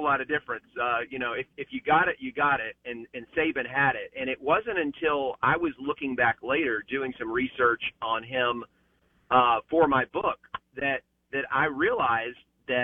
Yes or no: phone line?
yes